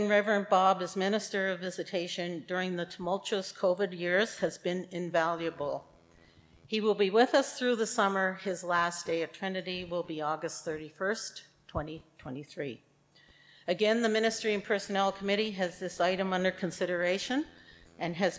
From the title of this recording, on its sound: Live Worship Service